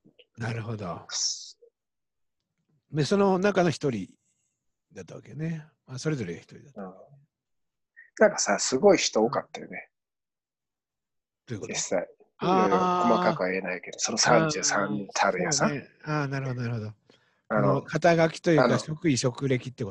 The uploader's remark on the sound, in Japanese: 長野県を結ぶZOOM録音です